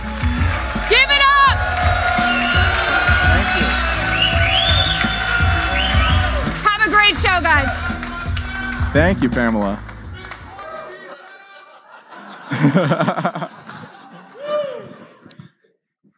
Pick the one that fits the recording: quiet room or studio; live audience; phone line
live audience